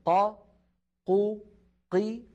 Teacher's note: لاحظوا أني استخدمت حرف القاف، والقاف من حروف أجد قط بكت، يعني حرف شديد، يعني ينحبس الصوت عند النطق به، فزمن قا قو قي واحد.